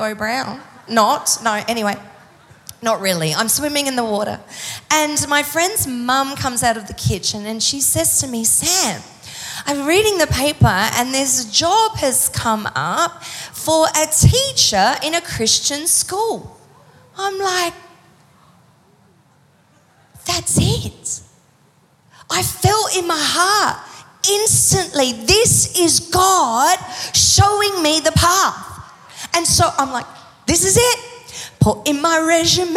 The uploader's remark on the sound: Recorded live at Planetshakers Church (Melbourne) on Sunday 8th of October 2023.